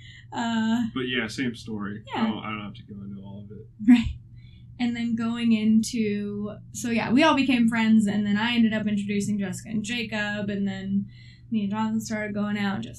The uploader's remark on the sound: bear with us as we learn how to record and edit real good